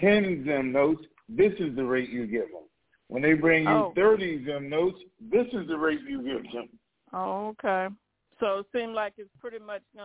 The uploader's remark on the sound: TNTSuperfantastic Conference Call